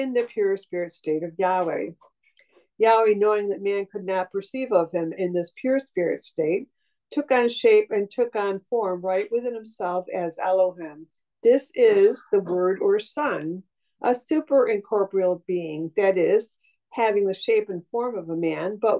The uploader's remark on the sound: Syracuse Zoom Class